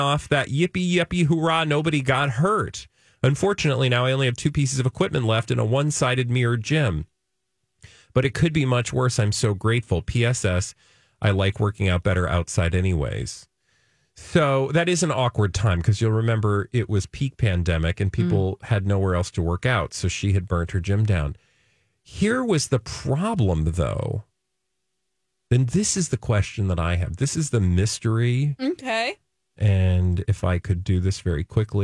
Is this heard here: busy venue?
no